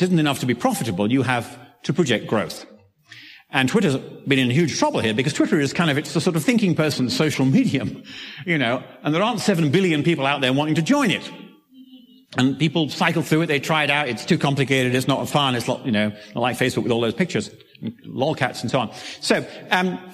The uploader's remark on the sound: originally presented at 2015 Summer conference "Science, Research, and the Limits of Bioethics.